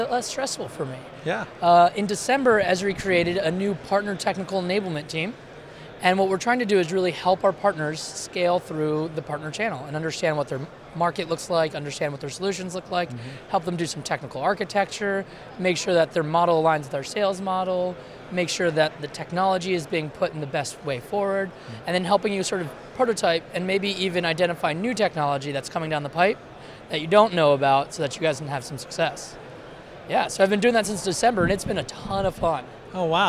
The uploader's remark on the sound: Interview from Esri GeoConX Conference 2019. We are live at the Esri GeoConX Conference 2019 which was an amazing event.